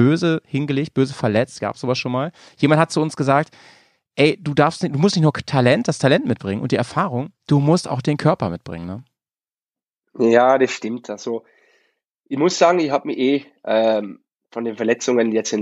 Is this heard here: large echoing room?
no